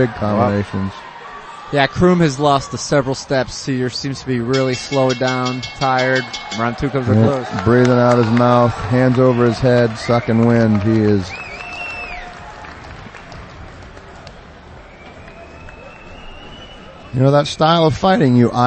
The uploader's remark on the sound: Recorded live at CES 41, Friday Jan 27 at Twin River Casino in Cranston, RI.